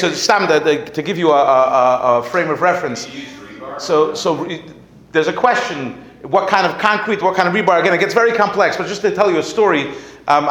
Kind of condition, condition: setting, live audience